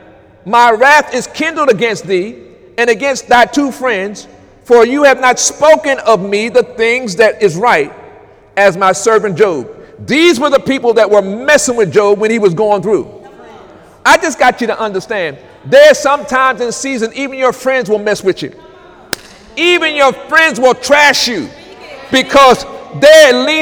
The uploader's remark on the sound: During Sunday morning service on September 2, 2018